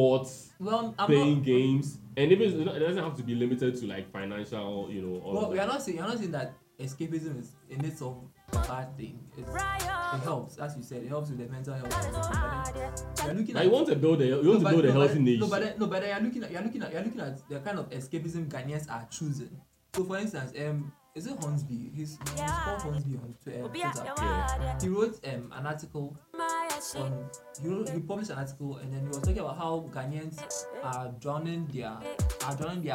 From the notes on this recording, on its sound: Apologies for the poor quality of audio.